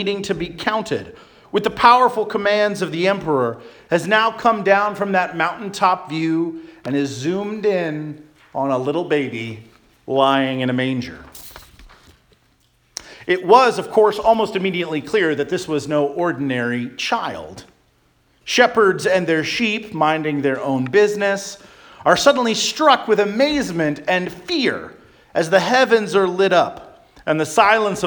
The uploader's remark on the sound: Charles Anglican Cathedral, Bremerton, WA.